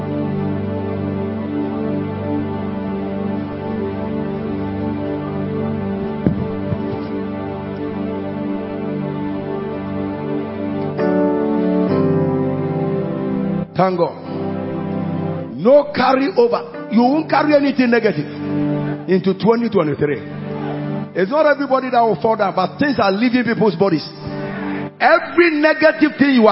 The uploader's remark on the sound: Preached at the He Gave Gifts Unto Men Conference, Day 1 - The Makarios Cathedral, HQ.